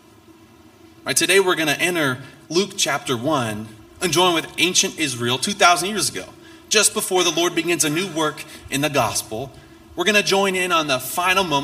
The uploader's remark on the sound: This message was preached on December 3, 2023 at FIVE39 Church.